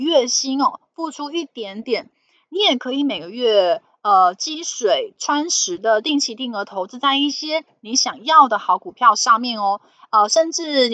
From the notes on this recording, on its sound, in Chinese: 本集有些許雜音，已亟力避免，如有察覺請多多包涵